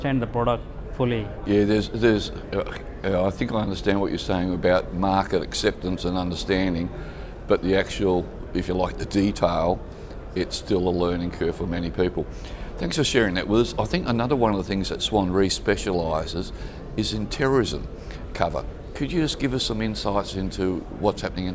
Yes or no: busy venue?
yes